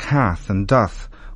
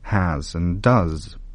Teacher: The TH ending on verbs like hath and doth were becoming S endings, has and does.